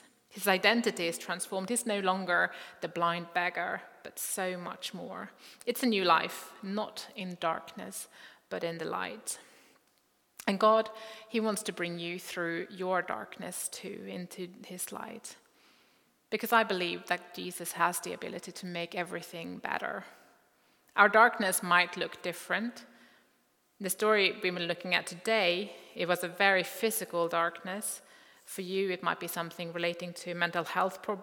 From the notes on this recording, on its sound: Recording from Immanuelskyrkan Skövde